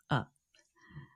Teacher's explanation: When English speakers do not put any stress on a vowel, it sounds like this, a. · Term: schwa